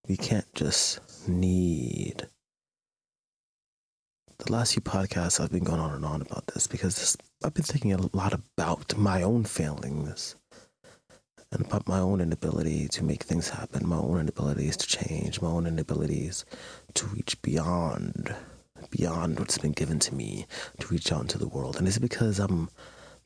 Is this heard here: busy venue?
no